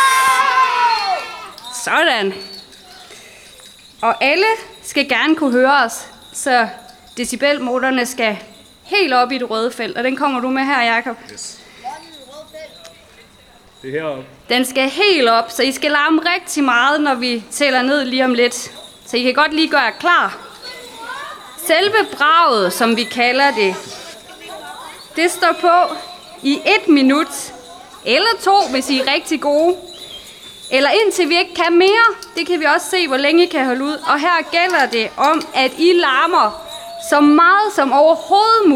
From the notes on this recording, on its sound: The first of five afternoon broadcasts from the biennial for sound and listening, Struer Tracks, recorded live in a caravan on the town square of Struer in West Jutland, Denmark. Mostly in Danish, some parts in English, the sounds are universal.